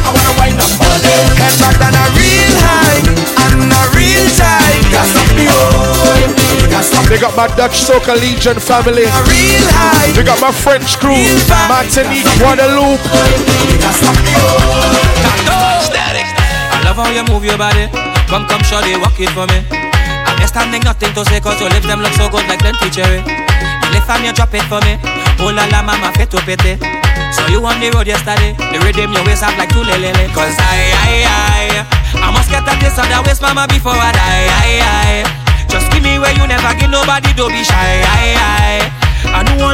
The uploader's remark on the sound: Live from Soca WKNDR 2023